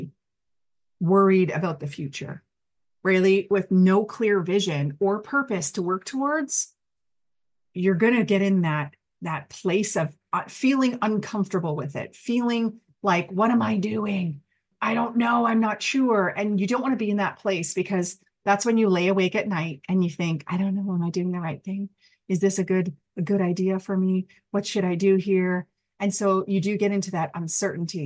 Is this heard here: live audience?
no